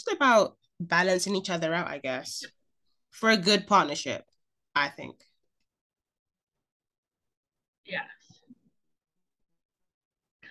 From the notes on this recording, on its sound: Please pardon our audio issues.